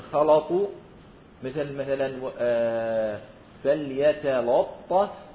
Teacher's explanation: قرأوا بتغليظ اللام بين حرفين مفخمين